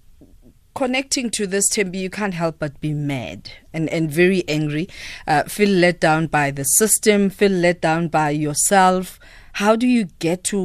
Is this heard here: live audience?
no